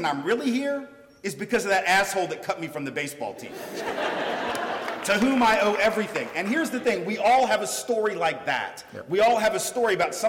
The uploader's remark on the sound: The University of Washington’s Kane Hall. As part of the UW Graduate School public lecture series “Equity and Difference: Privilege.”